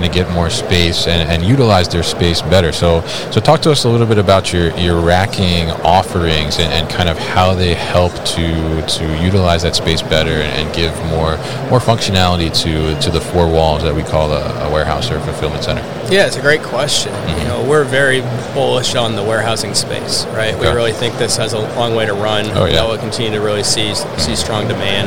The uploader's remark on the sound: Hannibal Industries at MODEX 2022